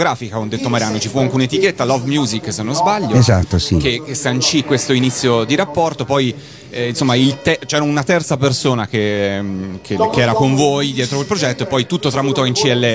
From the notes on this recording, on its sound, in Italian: Una intervista a tutto tondo, realizzata a San Marino Comics